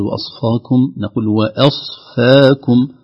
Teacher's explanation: نراعي ترقيق الفاء خوفا من تأثرها بالصاد قبلها